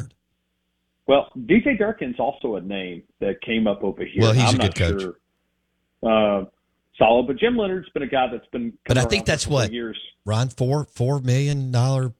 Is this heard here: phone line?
yes